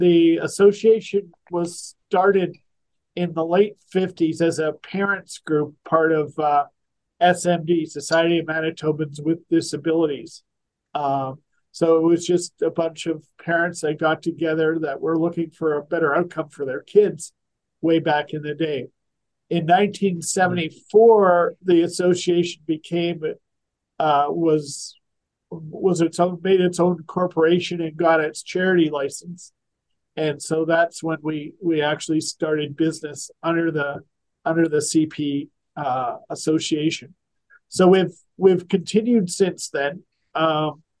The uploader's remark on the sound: talks with him over zoom